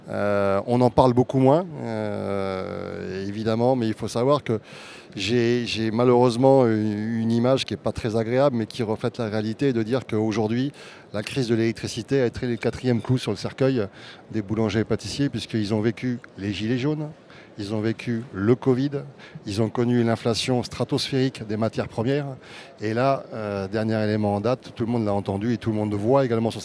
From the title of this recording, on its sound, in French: En direct du Smahrt 2024